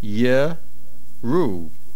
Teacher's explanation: it is pronounced yeru, as though there would not be an aleph there. The aleph is silent. There is no shva under the resh.